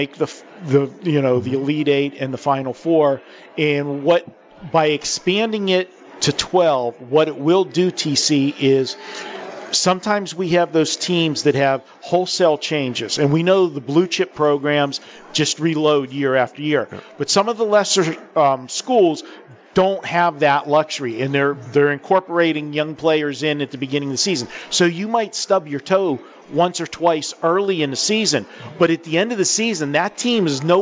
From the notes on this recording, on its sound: live from the Superbook at the Westgate